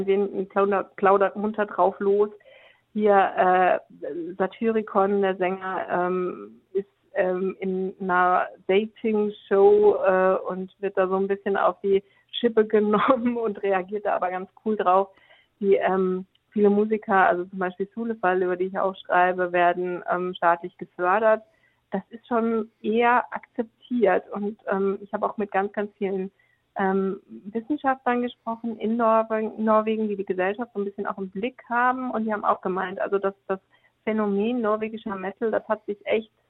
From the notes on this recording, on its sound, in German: Stand uns im Telefoninterview Rede und Antwort.